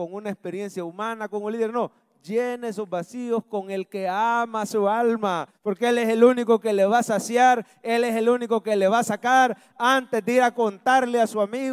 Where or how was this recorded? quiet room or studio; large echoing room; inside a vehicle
large echoing room